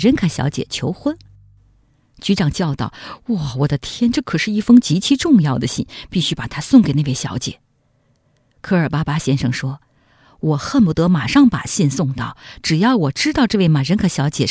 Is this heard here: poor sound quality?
no